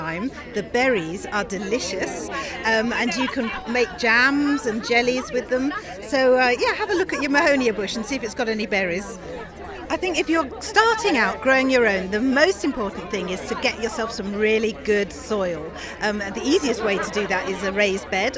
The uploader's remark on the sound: This week's edition comes from the RHS Hampton Court Palace Flower Show. In the RHS Kitchen Garden.